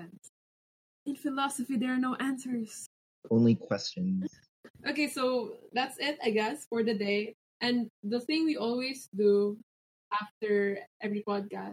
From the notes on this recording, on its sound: Note: Audio may be faulty due to technical difficulties.